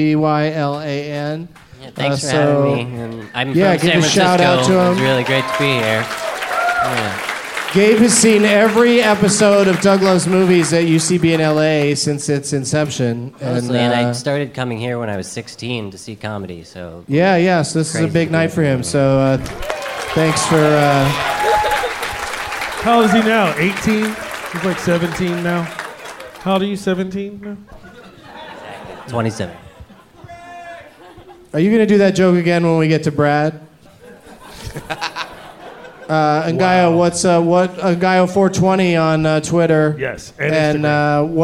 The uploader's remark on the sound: Live from Cobb's Comedy Club in San Francisco on All Hallow's Eve Eve